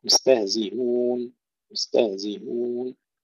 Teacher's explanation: حمزة عند الوقف أيضا عنده ثلاثة أوجه على هذه الكلمة. الوجه الأول تسهيل الهمزة